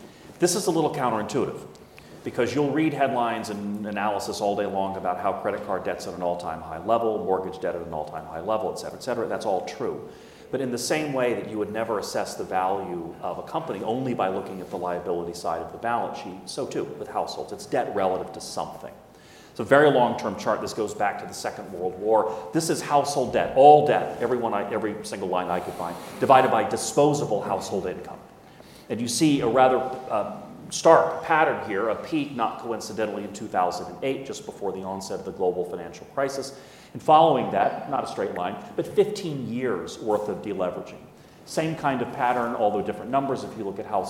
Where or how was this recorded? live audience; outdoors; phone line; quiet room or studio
live audience